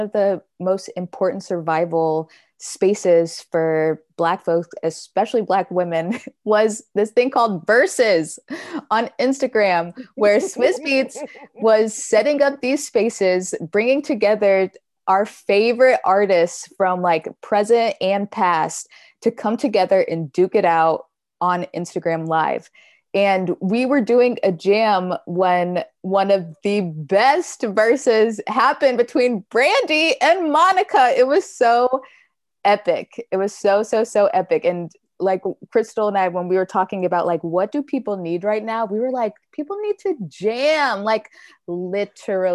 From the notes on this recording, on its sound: Recorded using Zoom